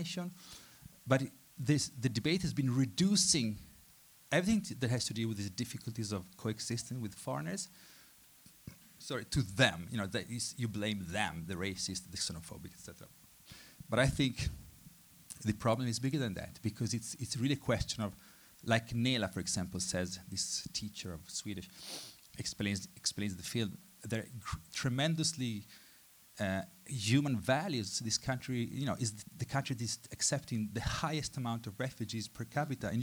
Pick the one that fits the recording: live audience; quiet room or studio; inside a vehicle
live audience